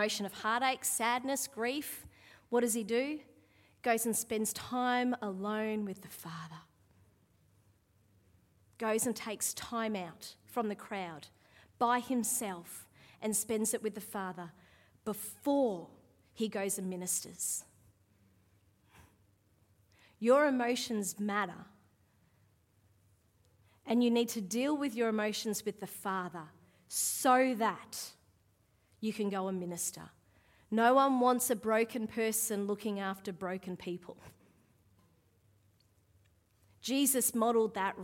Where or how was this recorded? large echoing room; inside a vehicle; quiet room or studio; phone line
large echoing room